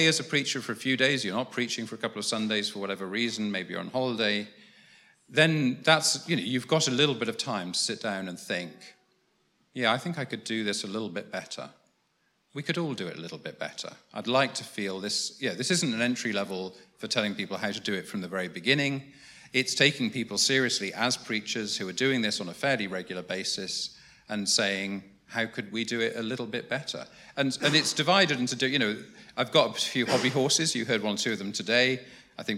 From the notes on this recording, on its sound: was recorded at the How to Preach training day, organised by the Festival of Preaching, on 24 October at St Martin in the Fields, in London